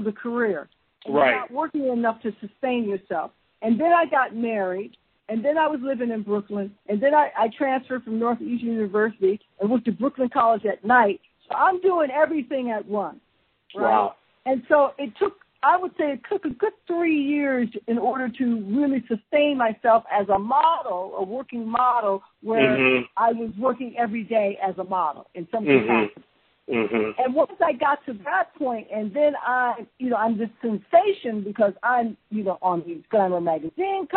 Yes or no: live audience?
no